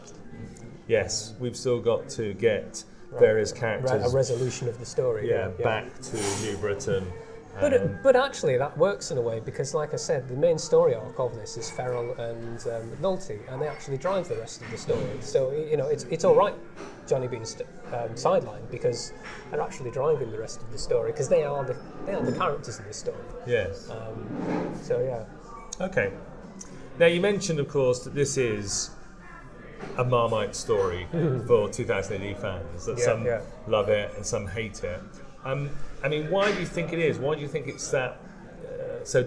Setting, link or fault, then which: setting, busy venue